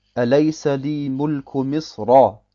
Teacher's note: Das Ra hat eine Fatha. Wenn ich weiterlese, muss das Ra dunkel sein.